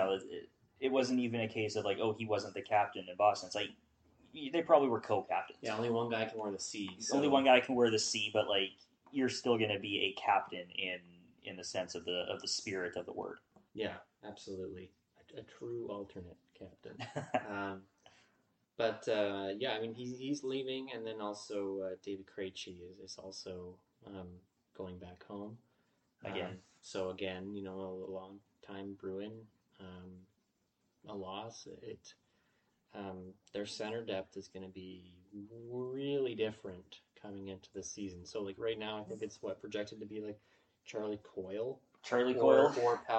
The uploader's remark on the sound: Technical difficulties episode